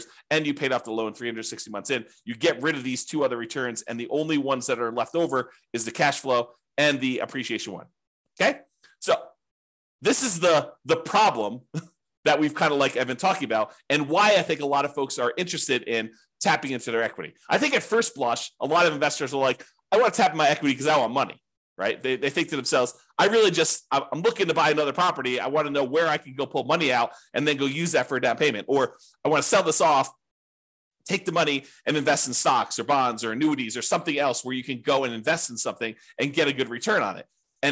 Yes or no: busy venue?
no